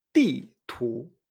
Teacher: La segunda combinación es la 4-2. Baja y sube.